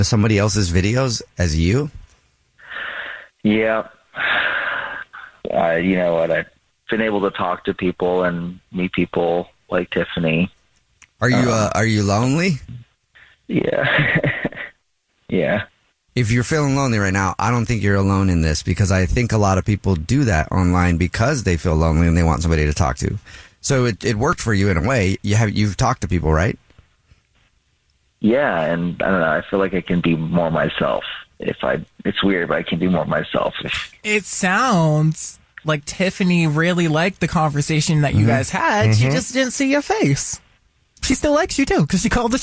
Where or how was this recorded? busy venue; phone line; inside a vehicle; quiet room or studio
phone line